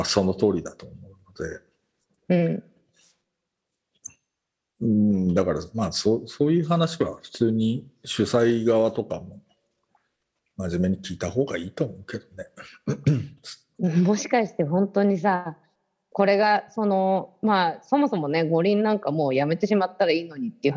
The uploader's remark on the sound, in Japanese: 本編は2021年7月16日に「Zoom」を使用し収録しています。